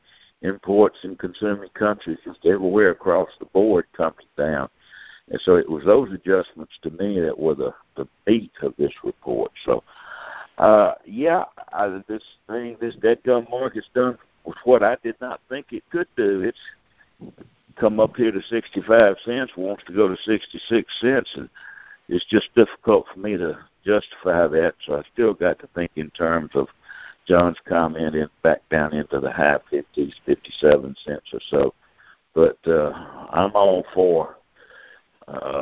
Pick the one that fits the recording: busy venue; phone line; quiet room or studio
phone line